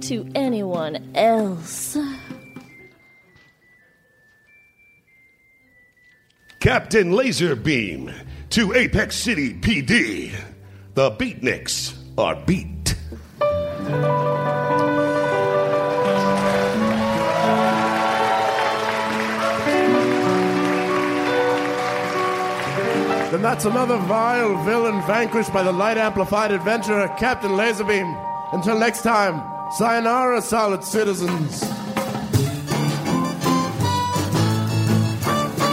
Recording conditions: live audience